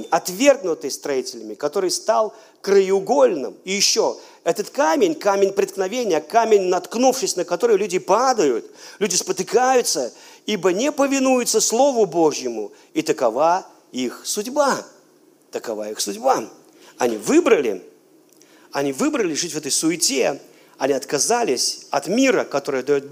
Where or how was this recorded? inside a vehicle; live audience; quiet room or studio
live audience